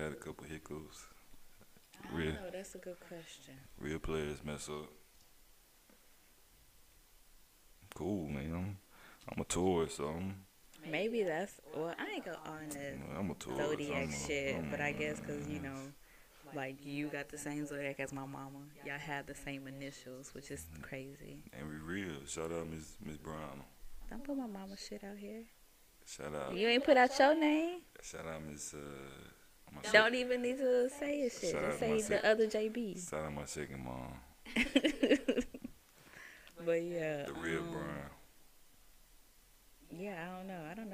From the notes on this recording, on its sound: The audio was messing up